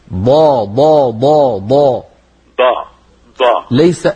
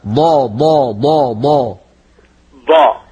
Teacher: إذن الضاد من حافتي اللسان ولا تتكئ ولا تضغط على طرف لسانك الأمامي